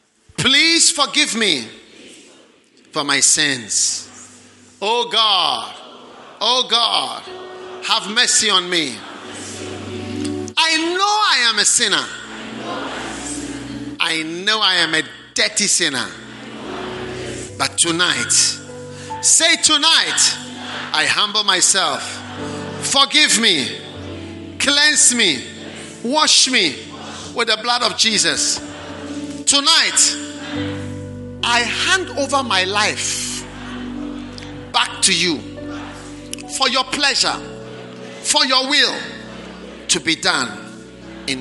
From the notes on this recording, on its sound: Preached at the 'Take My Life' Concert, First Love Center.